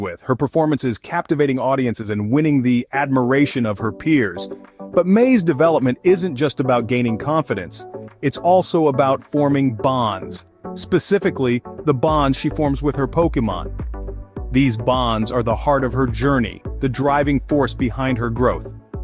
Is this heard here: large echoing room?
no